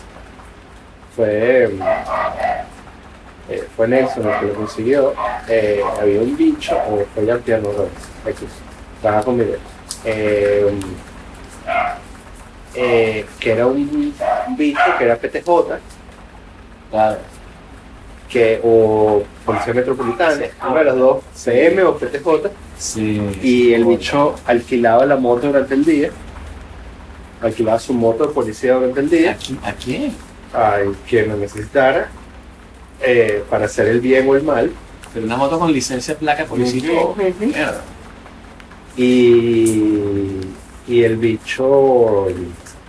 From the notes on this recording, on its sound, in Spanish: Desde una terraza en Avignon